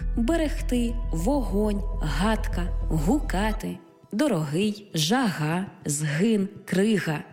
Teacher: Буква «Г» передає на письмі глотковий щелинний приголосний, як в українських словах «берегти», «вогонь», «гадка», «гукати», «дорогий», «жага», «згин», «крига», «могутній», «пагінець», так і в загальних і власних назвах іншомовного походження на місці «H» та «G».